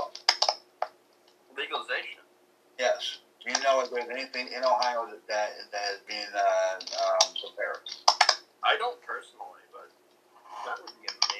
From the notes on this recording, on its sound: sorry for the static